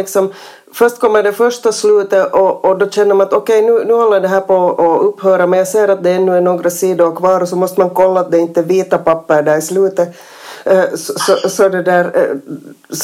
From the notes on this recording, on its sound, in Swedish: För första gången någonsin kunde gruppen inte samlas rent fysiskt, utan bandade in på olika håll vilket tyvärr påverkade ljudet, men absolut inte innehållet!